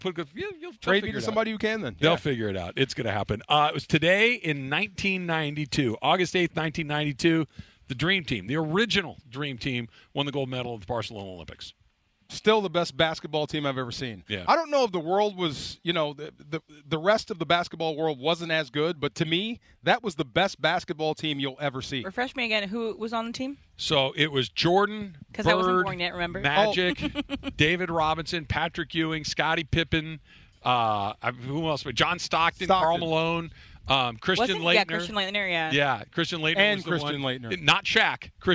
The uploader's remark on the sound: LIVE from Rams Camp in the City of Irvine. SUPER CROSSTALK.